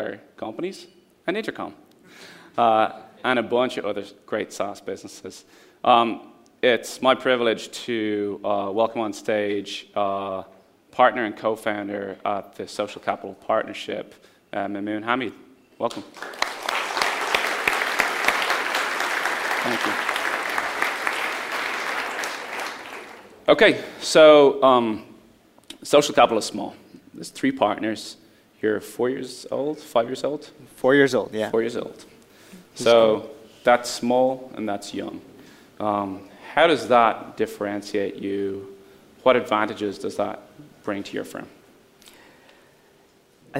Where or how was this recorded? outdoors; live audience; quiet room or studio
live audience